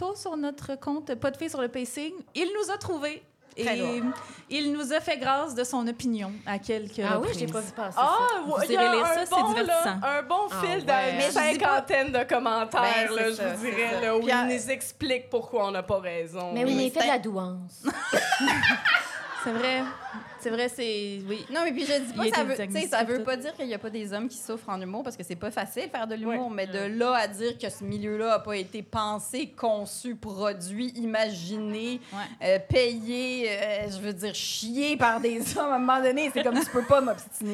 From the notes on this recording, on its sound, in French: enregistré à l'Idéal mercredi le 4 octobre 2023